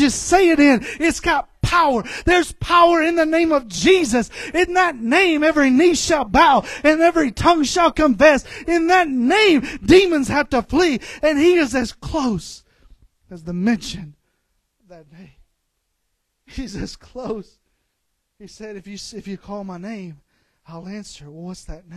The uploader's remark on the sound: This episode contains the extracted audio from a service at River City Pentecostals.